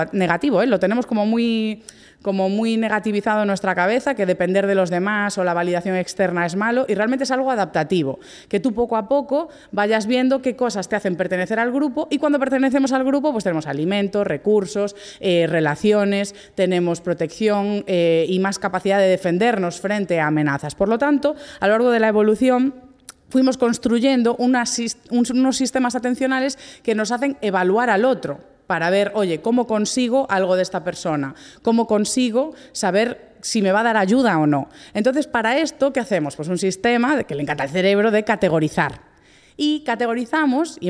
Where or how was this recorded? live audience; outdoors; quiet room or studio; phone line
live audience